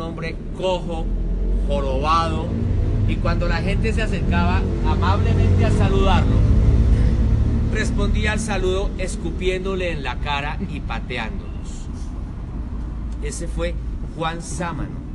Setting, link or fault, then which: setting, outdoors